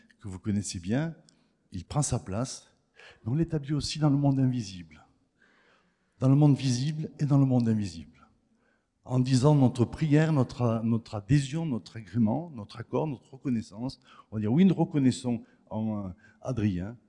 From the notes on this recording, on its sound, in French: Enregistré à l'église CVV, le 26/03/2023